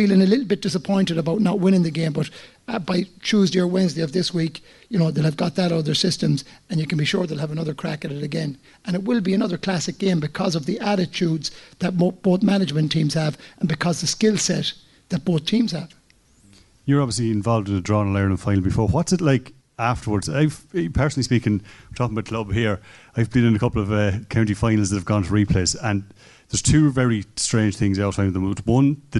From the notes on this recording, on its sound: we gathered in the Hodson Bay Hotel in Athlone for a special Clubhouse Live last Friday.